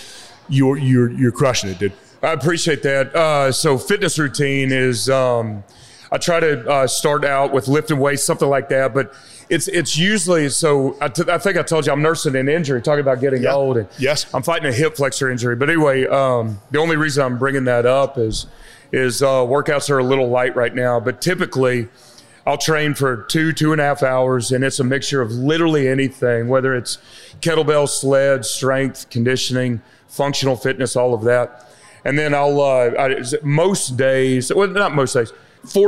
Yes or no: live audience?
yes